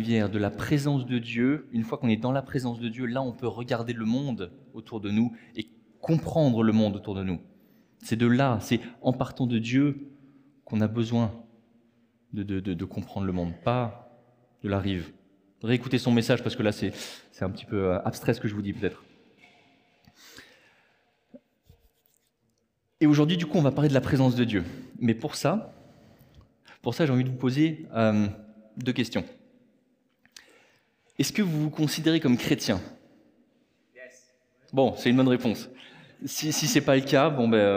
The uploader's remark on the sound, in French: Enregistré à l'église CVV, le 30/04/2023